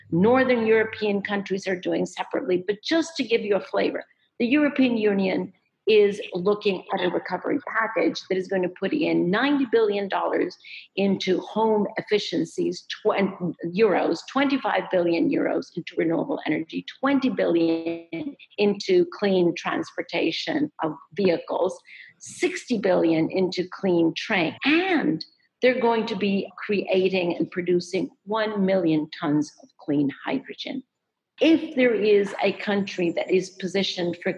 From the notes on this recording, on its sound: Climactic has adapted the event to audio, by shortening and producing the webinar recording into a version you can enjoy over headphones.